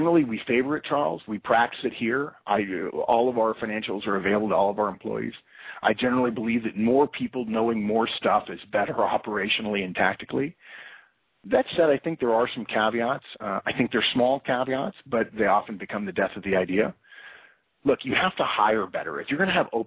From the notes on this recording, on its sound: September 2012 Conference Call